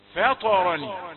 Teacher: فطرني، لا تقل فطرني، لا تقل فطرني، فاء طاء، الفاء رقيقة والطاء مفخمة